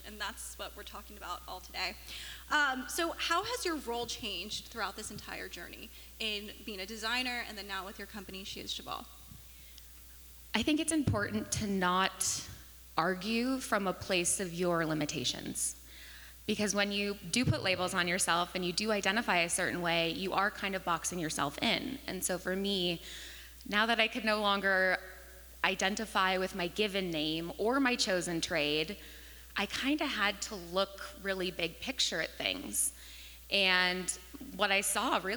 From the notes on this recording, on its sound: the first ever live recording of the Founding Fearless Podcast at the KS WELI Women's Summit 2023